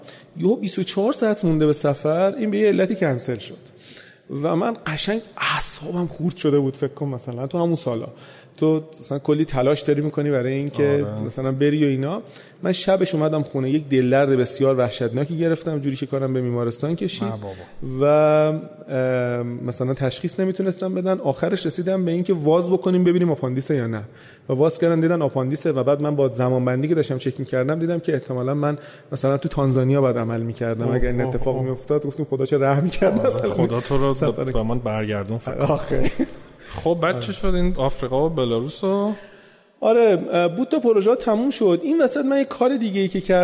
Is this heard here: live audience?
yes